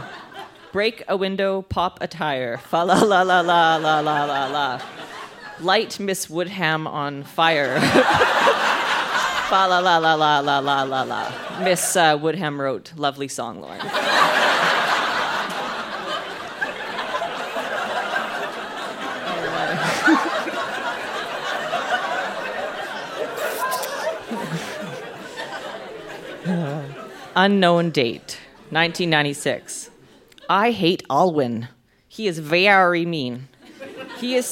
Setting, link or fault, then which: setting, live audience